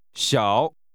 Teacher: This is pronounced with a falling, rising tone.